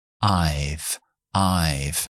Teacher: Vamos a contraer I've. Y esa V la dejamos como F. I've. I've.